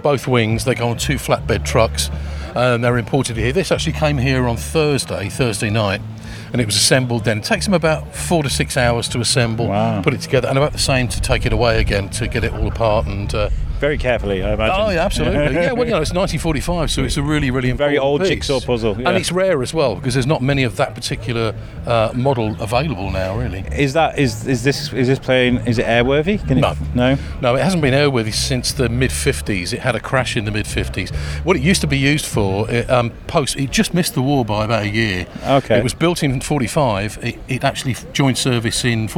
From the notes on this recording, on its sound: At Shrewsbury Food Festival 2022. Thousands of people entered The Quarry in Shrewsbury to the beloved festival where food smells filled the air, live music serenaded the masses, TV chefs walked upon the people and a certain podcaster was wondering around shoving his mic in peoples faces. Walked over 2 miles and collected more than 20 pieces of audio featuring some familiar voices and some new ones too. A Biscuit-Run where he hits record and just...walks.